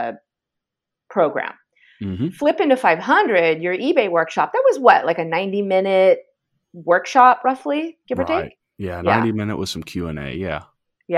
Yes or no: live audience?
no